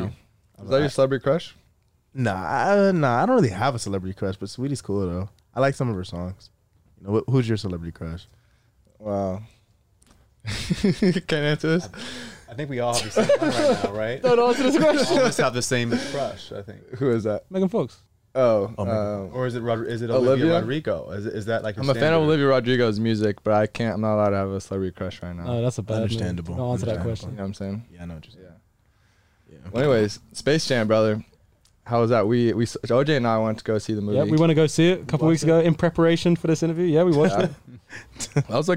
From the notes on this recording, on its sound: He hops in the truck.